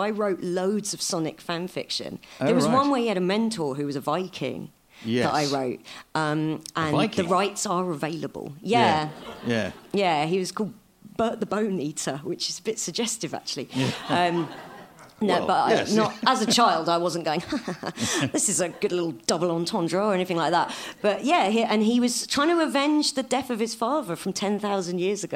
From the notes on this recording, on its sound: This episode was recorded live at the Leicester Square Theatre, London.